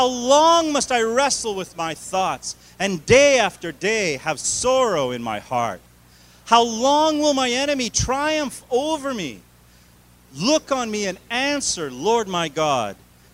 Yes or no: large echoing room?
yes